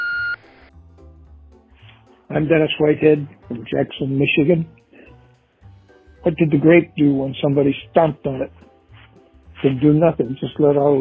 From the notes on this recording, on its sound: I have compiled jokes recorded by our listeners through my voicemail service.